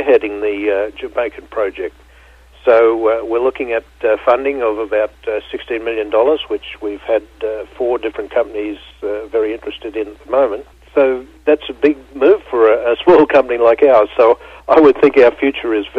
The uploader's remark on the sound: called in to SmallCapVoice